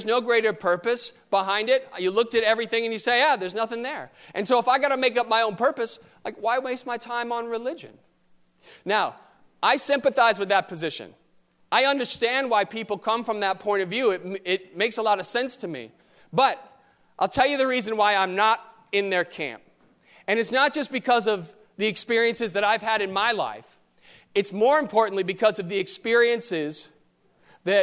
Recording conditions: large echoing room